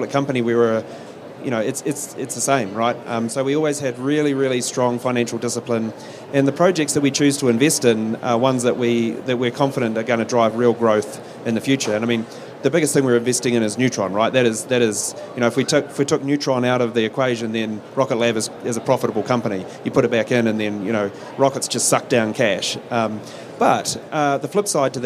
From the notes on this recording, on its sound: Live from Space Symposium 2023. Live from the Redwire booth at Space Symposium 2023!